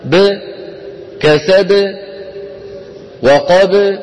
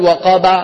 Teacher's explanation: تبدأ الباء الساكنة المقلقلة بشفتين مطبقتين ثم انظروا تبتعد الشفتان · Shown in: first take · لاحظوا وأعيدها للمرة الثالثة، لاحظوا بأن الذي يبتعد هو الشفتان دون الفكين، انظروا أن الفكين لا يتحركان. · Term: القلقلة